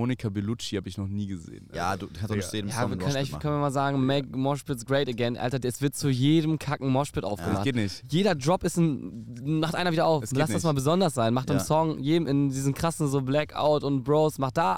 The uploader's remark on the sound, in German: Wir sind auf dem Deichbrand Festival auf dem Campingplatz.